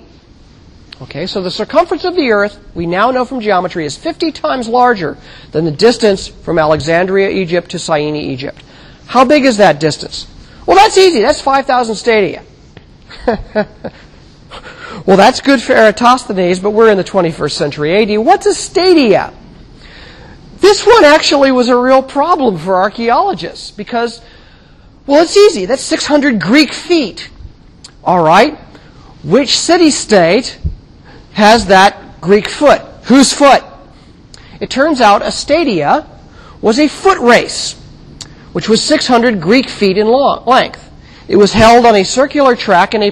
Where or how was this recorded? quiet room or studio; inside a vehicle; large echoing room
large echoing room